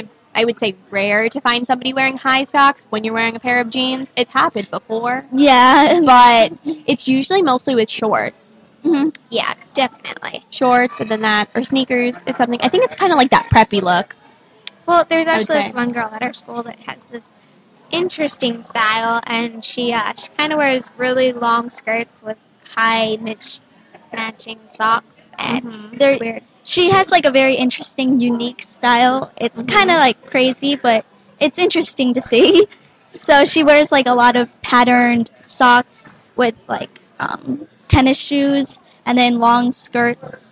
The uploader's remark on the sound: Live From Scottsdale Fashion Square and the Microsoft Store. We are broadcasting straight from the Scottsdale Fashion Square Mall at the Microsoft Store in Arizona.